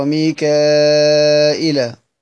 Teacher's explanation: قرأ المدنيان بهمزة مكسورة بعد الألف من غير ياء